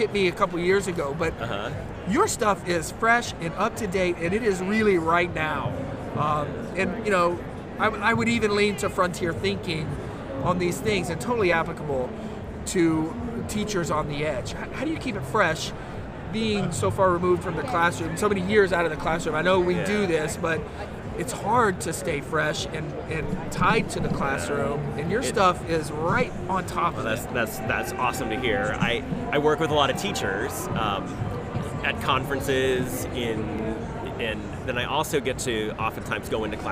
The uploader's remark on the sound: Live from GaETC 2017